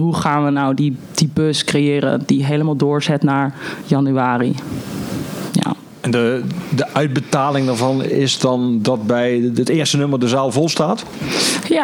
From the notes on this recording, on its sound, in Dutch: Aflevering 3 is opgenomen tijdens ESNS zelf, op KINK re:veal.